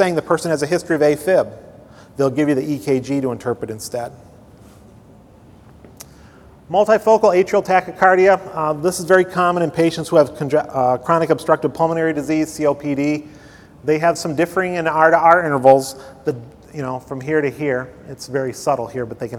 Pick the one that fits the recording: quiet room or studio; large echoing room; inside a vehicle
large echoing room